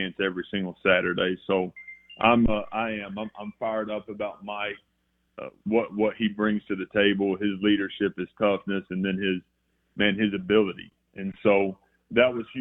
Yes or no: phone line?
yes